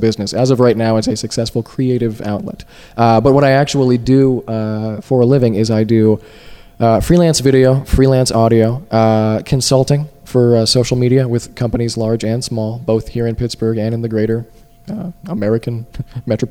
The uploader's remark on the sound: Recorded at Podcamp Pittsburgh 2 in August of 2007.